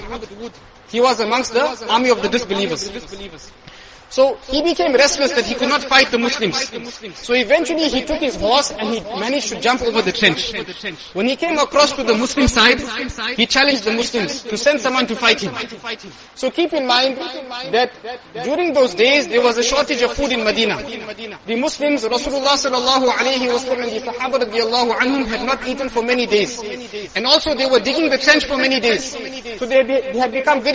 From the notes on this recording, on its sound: Jumuah lecture.